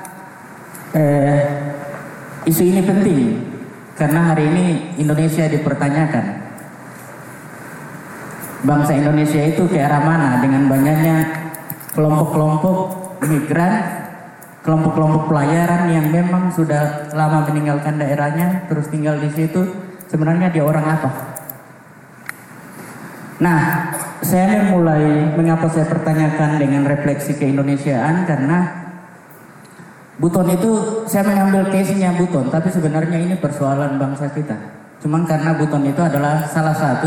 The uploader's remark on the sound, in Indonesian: Kami menyajikan rekaman dari Simposium Makassar Biennale 2019 di hari pertama yang berlangsung pada 1 September 2019 di Ruang Teater Gedung Kesenian Sulsel Societeit de Harmonie.